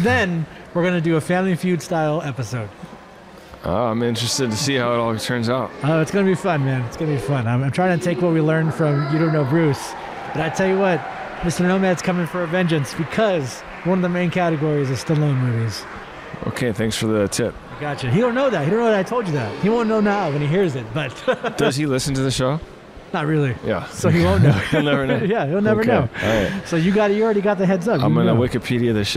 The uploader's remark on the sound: Live” at East Bay Comic Con. Come to you "live" once again from another great convention!